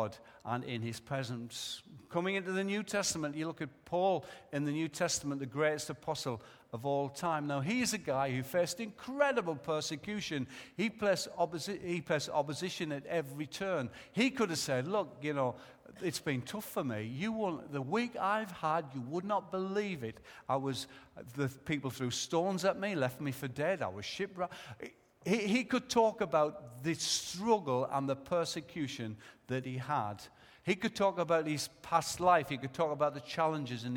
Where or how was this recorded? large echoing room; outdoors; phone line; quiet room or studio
large echoing room